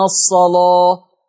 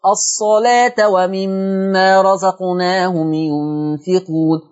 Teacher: ويقيمون الصلاة، غلصت الورش ورققت الحفص